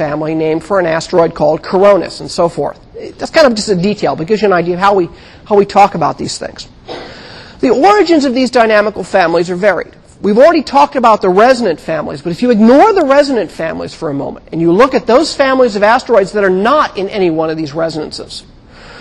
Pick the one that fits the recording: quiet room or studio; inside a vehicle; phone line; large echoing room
large echoing room